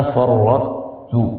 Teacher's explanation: احتفظنا بصفة الإطباق في الطاء، فقلنا فرطت ولا نقول فرطت، يعني لم نرغب يعني الطاء وابنها في التاء، بل احتفظنا بصفة الإطباق باسم إدغام ناقص.